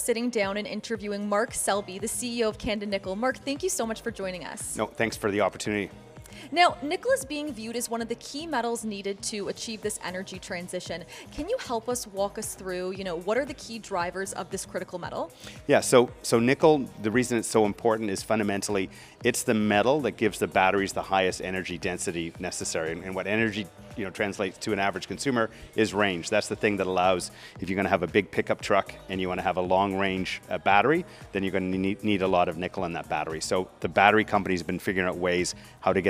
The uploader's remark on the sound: 2023 PDAC Mining Conference 1x1 Series. At this year’s 2023 PDAC convention - one of the world’s largest mining conferences.